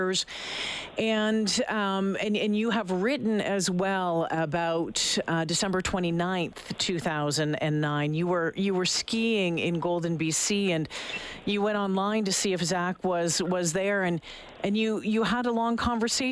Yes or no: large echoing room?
no